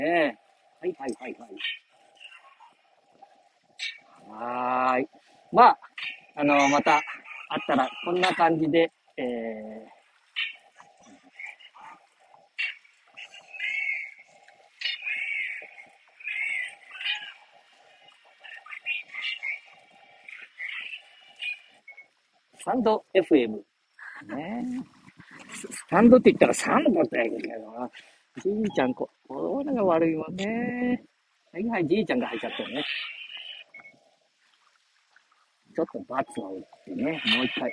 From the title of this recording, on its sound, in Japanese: 街さんぽ LIVE